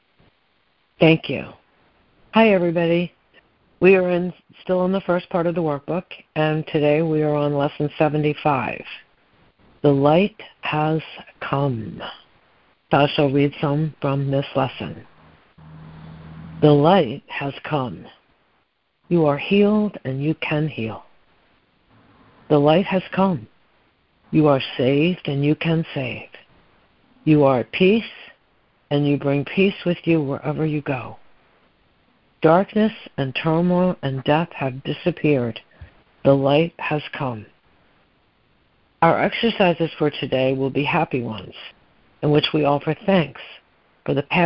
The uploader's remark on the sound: ACIM Daily Conference Call.